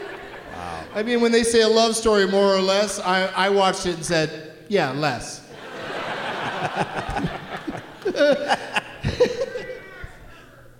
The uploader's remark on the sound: Live from the Neptune Theatre in Seattle